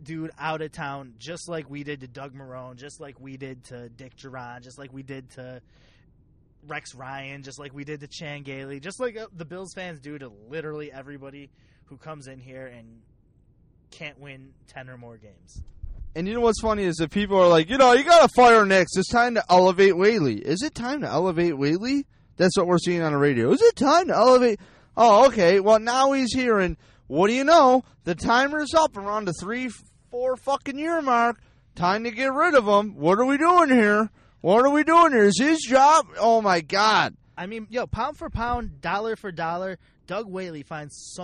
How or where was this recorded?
inside a vehicle